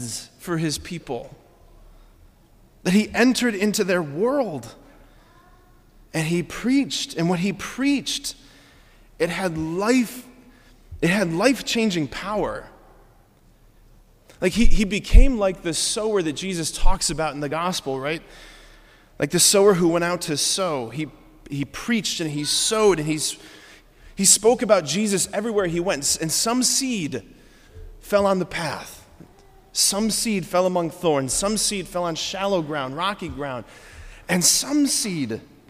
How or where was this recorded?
large echoing room